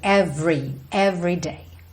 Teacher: Every day, aqui não tem jeito, o R é enrolado mesmo. O E Do meio ali de every não é pronunciado